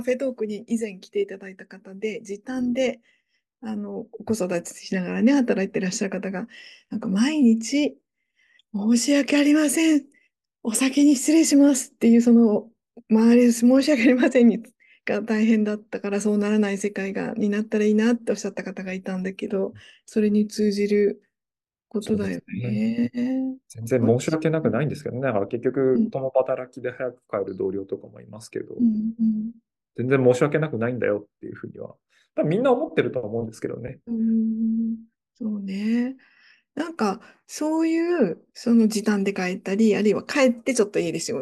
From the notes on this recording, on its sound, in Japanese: 収録場所： オンライン (Zoom)